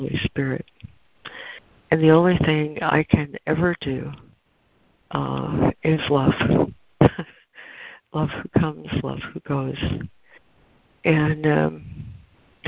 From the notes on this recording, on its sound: ACIM Daily Conference Call.